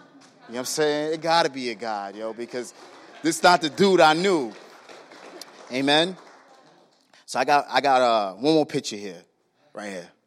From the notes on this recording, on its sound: was recorded on Sunday, March 10, 2019, during service at The Anchor Church in Rockport, Maine